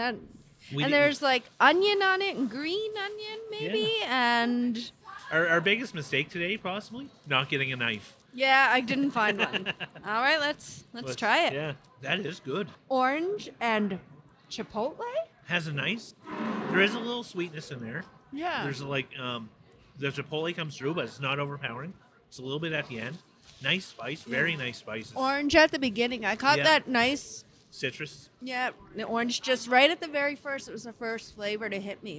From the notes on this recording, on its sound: This week we are on location at Avenida Food Hall.